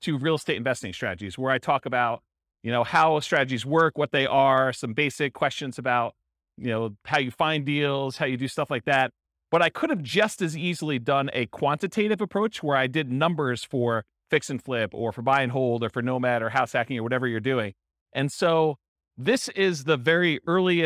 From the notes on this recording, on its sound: Real estate entrepreneurs in Cedar Rapids, Iowa. This was a live class recorded.